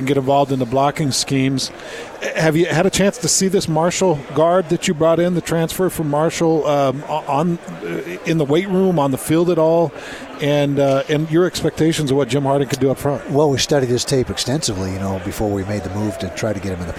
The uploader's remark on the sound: live from Pac-12 Media Day.